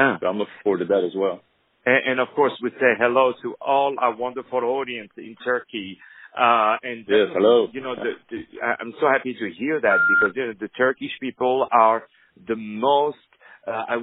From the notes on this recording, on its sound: On the phone